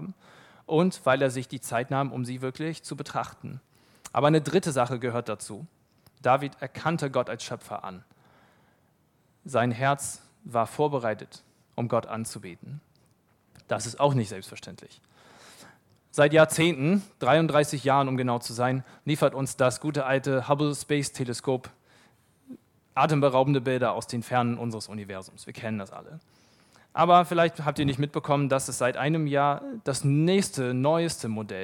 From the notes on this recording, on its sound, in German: Vortrag vom Männerbrunch Die Männer der Arche treffen sich mehrmals im Jahr zu unterschiedlichen Veranstaltungen. Nach einem reichhaltigen Brunch vom Buffet hält ein Referent einen Vortrag zu einem biblischen Thema und es gibt Zeit für den persönlichen Austausch.